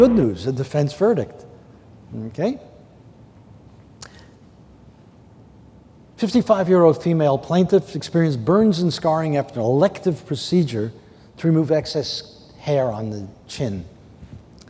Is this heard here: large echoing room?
yes